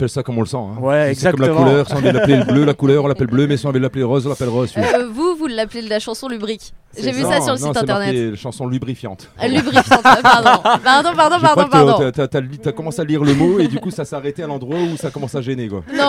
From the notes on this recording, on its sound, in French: aux Bichoiseries Festival 2023